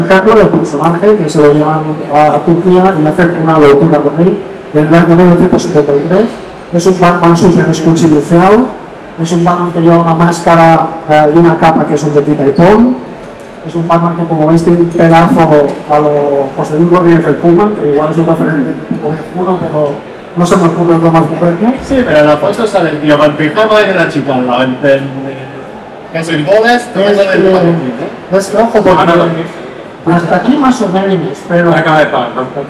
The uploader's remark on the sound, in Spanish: Desde el Comic Barcelona. Va y no se graba el audio de la tabla de mezclas. Así que os presentamos este video justito de calidad pero suficiente para que veais la que hemos liado en el Comic BCN 2023. Aunque el audio no sea el mejor.